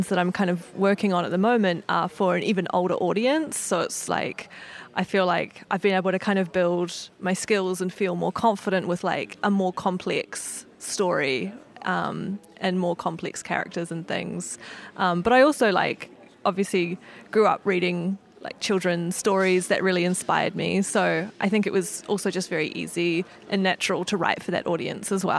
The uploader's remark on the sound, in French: Festival International de la BD d’Angoulême 2024. Interview au Festival International de la Bande Dessinée d'Angoulême.